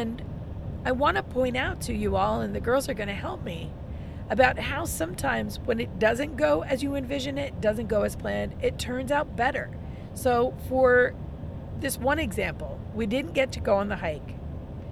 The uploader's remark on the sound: Live from the road